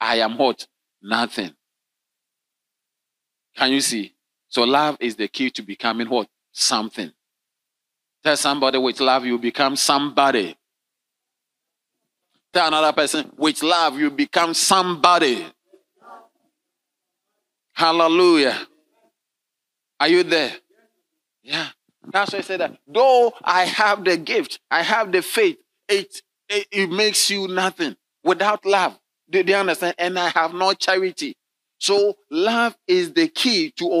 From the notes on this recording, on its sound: Sermon delivered on Sunday, June 25, 2023, at LCI Mega-Church in Cape Town, South Africa.